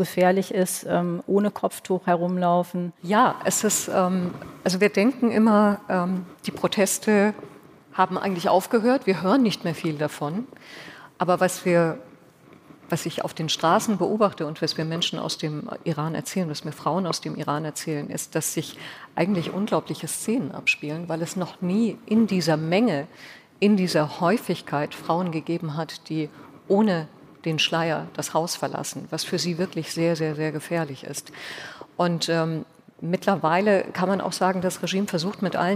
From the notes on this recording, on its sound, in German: Diese Folge des Podcasts haben wir live beim ZEIT ONLINE Podcast-Festival im Großen Saal des Westhafen Event & Convention Center in Berlin aufgenommen.